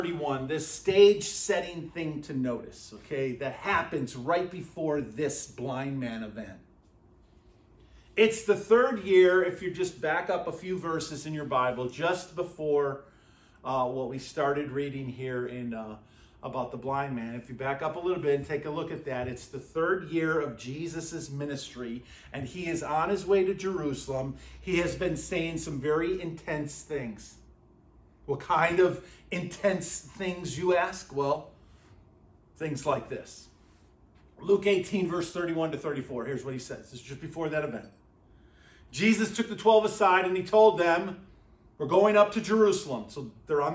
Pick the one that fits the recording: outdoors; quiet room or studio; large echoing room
large echoing room